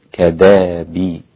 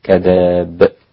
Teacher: كلمة كدأب فيها الهمزة، وأبدلها الإمام أبو جعفر الإمام الثامن والإمام السوسي · Term: الإبدال